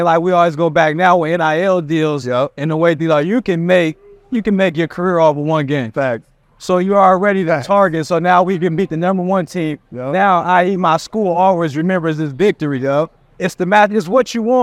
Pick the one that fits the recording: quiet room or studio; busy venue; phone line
busy venue